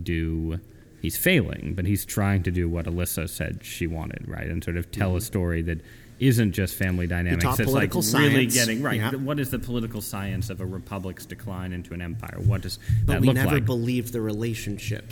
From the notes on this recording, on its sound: We hope you enjoy and aren't distracted by the ambient noise of the conference.